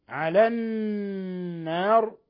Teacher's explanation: ووقفوا على النار، نون مشددة تغن مقدار حركتين. النار اللام هنا شمسية لأن اللام أدغمت في النون.